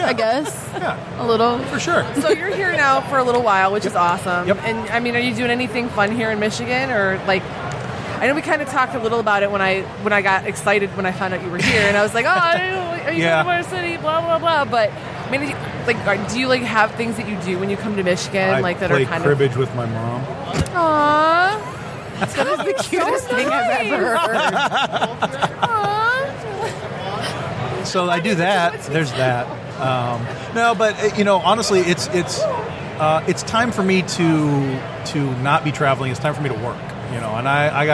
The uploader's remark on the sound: Live from Motor City Comic Con